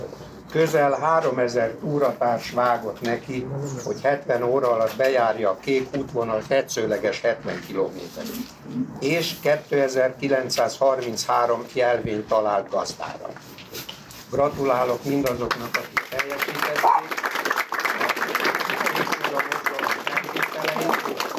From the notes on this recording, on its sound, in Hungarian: Amely rendhagyó módon nem egy személyesen vagy online felvett beszélgetés, hanem tudósítás egy rendezvényről.